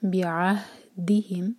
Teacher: اور فو دونوں دو دو حرکہ برابر برابر لمبا رکھیں، بِعَهْدِهِمْ، ہا سینے سے اور عین حلق سے، بِعَهْدِهِمْ، ہا ساکن کے بعد دی تو اس پر زور